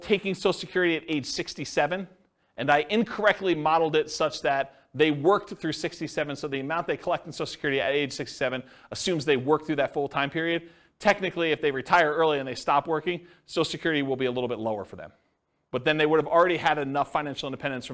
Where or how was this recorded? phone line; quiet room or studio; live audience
live audience